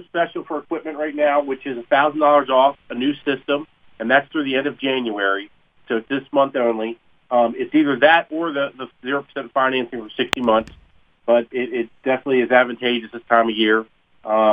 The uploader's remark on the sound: are joined on the phone